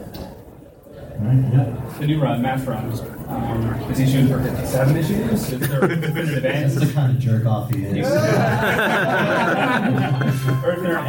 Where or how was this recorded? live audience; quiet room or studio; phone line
live audience